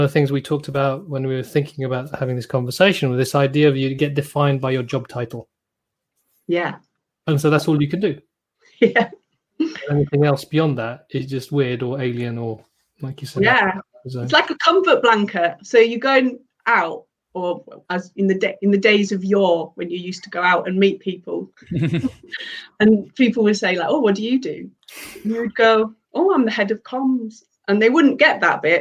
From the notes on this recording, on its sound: This episode of the podcast is another recording from our live Friday Fireside webinar.